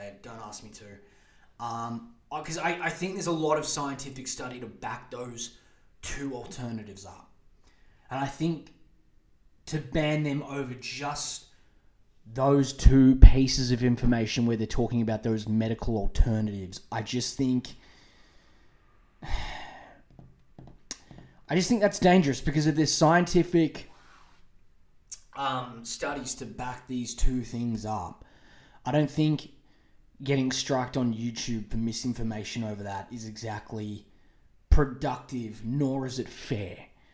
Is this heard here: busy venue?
no